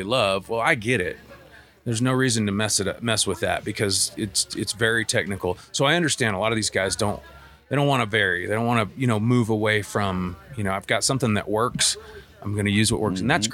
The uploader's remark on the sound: Live from Mountain Archery Fest